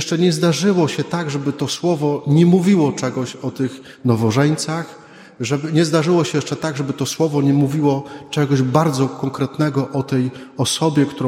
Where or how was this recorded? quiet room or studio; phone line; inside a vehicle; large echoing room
large echoing room